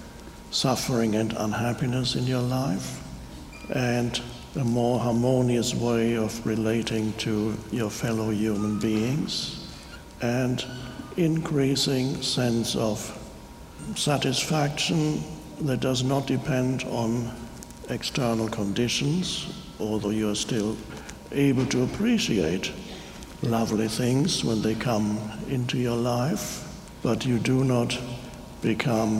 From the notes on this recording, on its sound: talks to an audience in Chicago